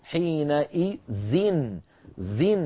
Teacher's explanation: فكسرنا الذال للتخلص من التقاء الساكنين